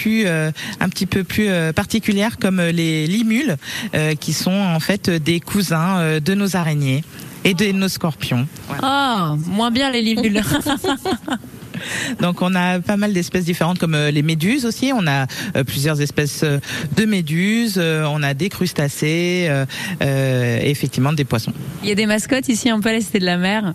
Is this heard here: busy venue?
yes